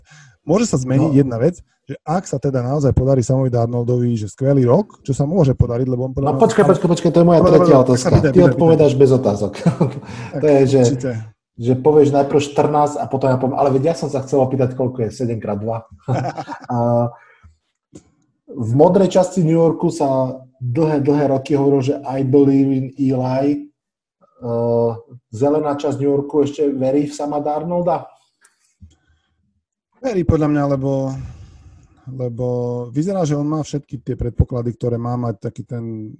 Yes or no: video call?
yes